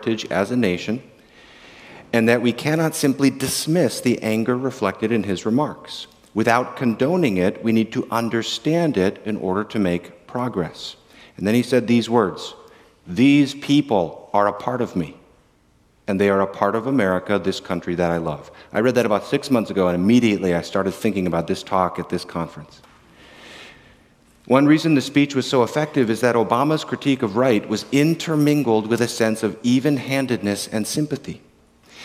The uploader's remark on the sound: In this talk at the 2022 Center for Pastor Theologians Conference